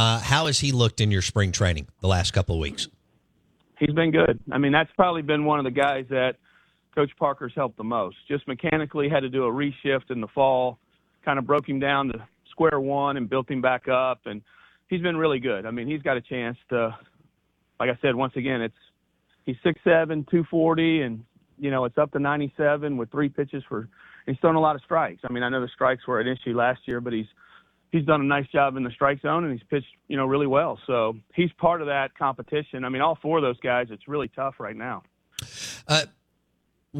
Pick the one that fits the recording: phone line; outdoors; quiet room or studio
phone line